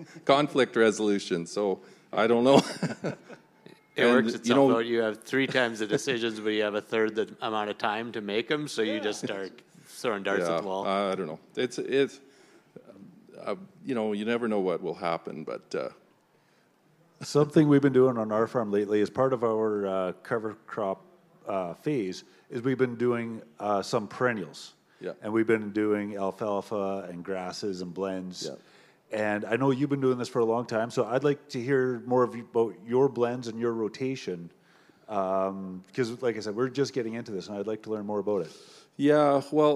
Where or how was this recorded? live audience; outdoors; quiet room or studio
live audience